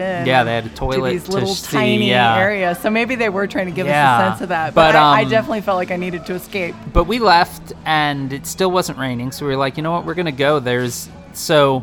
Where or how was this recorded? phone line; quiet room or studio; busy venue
busy venue